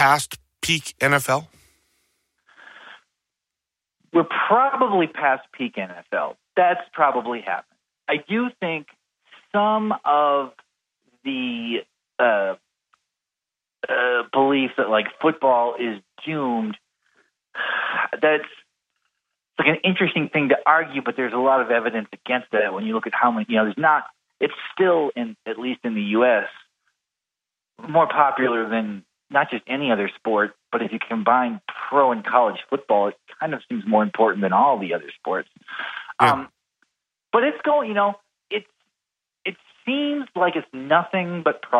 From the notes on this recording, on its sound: Via telephone from his home in Portland.